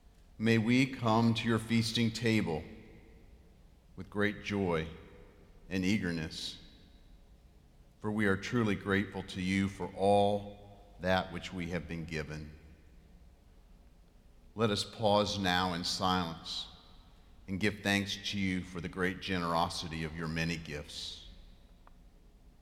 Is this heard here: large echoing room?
yes